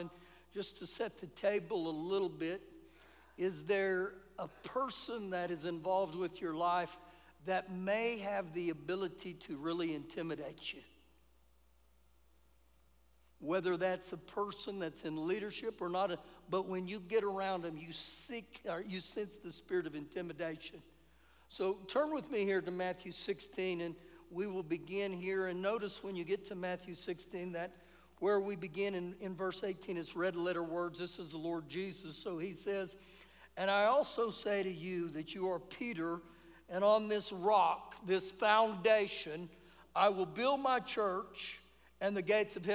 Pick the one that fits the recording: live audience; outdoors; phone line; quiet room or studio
live audience